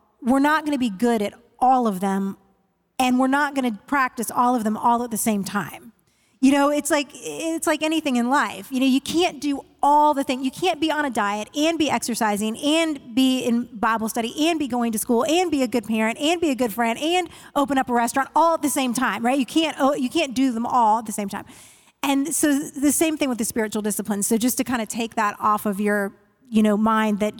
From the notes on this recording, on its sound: Today’s episode starts our new season off strong, complete with our first-ever live audience!